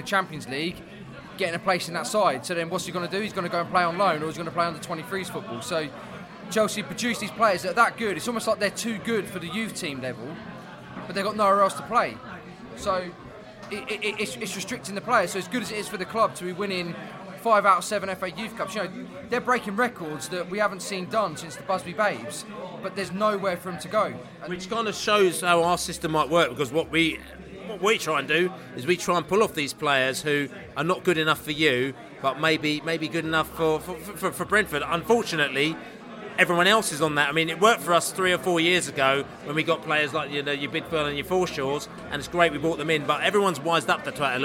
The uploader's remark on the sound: Chelsea pre-match podcast from the pub.